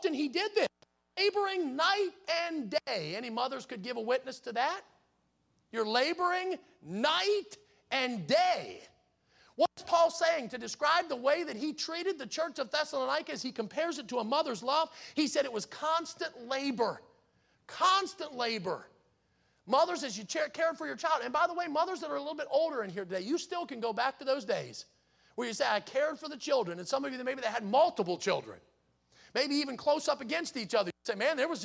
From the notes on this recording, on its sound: in the Sunday Morning Service on May 14, 2023, at Victory Baptist Church in Boonsboro, Maryland.